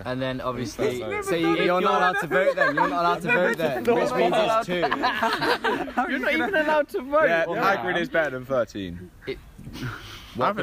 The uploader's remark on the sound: On-Location at ALTON TOWERS. LIVE from the Enchanted Village at Alton Towers.